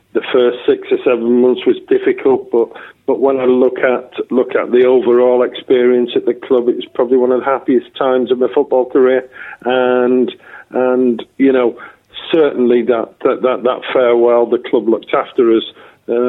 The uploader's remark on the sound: on the phone